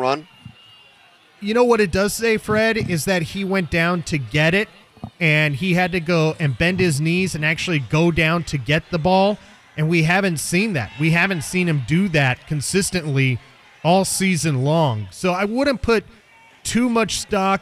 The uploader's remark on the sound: Broadcast live from Chargers Training Camp at Jack Hammet Sports Complex.